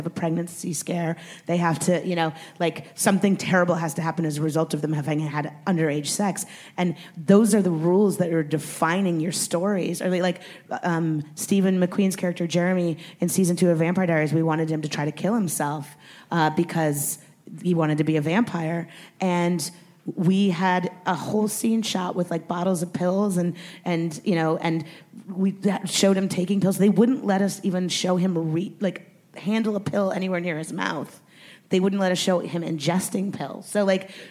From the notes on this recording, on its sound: Recorded at ATX Television Festival on June 11, 2017.